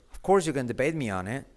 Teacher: La T final de it casi no se pronuncia.